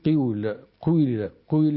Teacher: فكان يقرأ بالإشمام. الإشمام قال هو أن تشم الضمة الكسرة، يعني أنها عندنا قوي، عندنا الوسط مكسور وهذا مضموم، فالضمة نمطيها الأولى شيء من رائحة الكسرة، فيقول قيل قيل قيل.